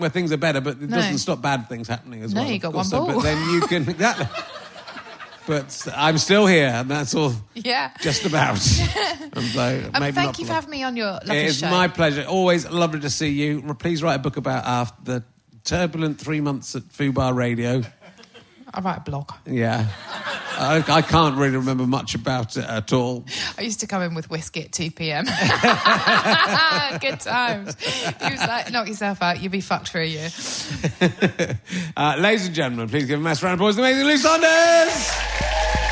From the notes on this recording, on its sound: It’s another live Book Club, this time recorded at the Leicester Square Theatre.